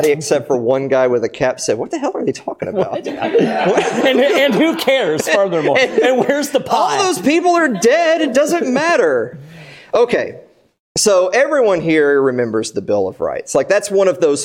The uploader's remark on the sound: Host a live audience, guest, and musical guest for our epic Episode 100 event.